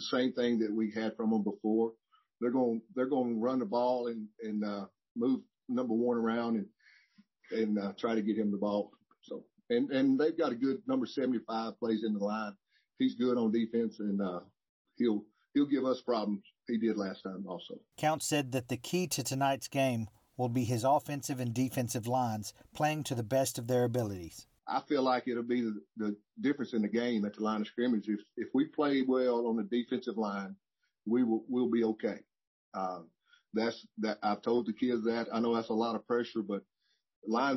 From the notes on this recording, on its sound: Spoke to media during a Zoom news conference.